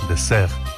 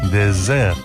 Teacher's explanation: La diferencia consiste en que désert, desierto, se pronuncia con una S sonora, como la que antiguamente tenía el castellano · Shown in: second take